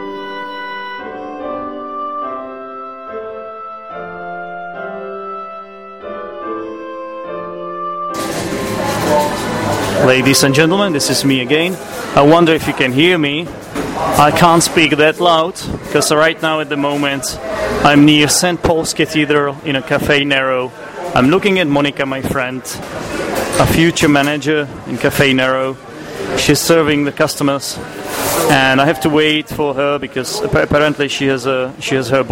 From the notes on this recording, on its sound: When crossing the English Channel on a ferry. There are 3 entries from Bristol: 2 in the middle of the Bristol Harbour Festival. The final entry is recorded from Monika's cofee shop in London.